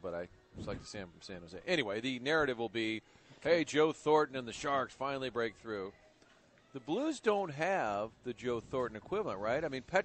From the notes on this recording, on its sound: Broadcasting live from the Schnucks off St. Charles Rock Rd.